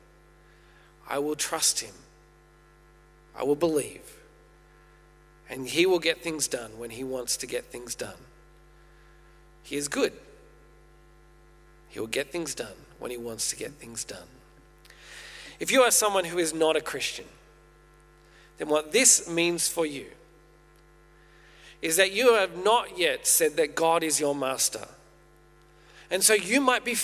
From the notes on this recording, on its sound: Originally preached at St A's Merri-bek in June 2023